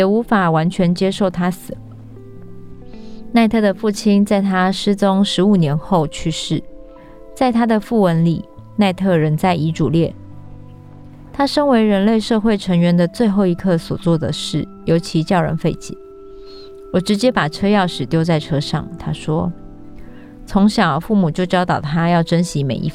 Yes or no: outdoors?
yes